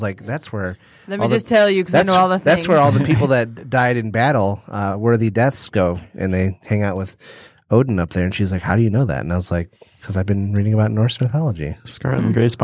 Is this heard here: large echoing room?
no